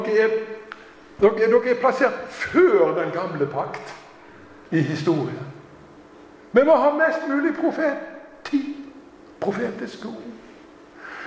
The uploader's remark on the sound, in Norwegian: Tale i Zoar 29. oktober